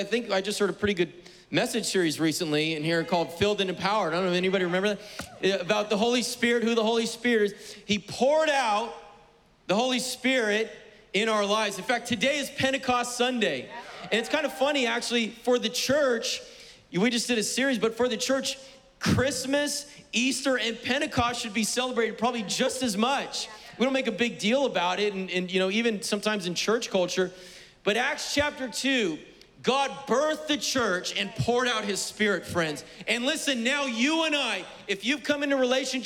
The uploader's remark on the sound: was preached on May 23rd at the 11:30AM service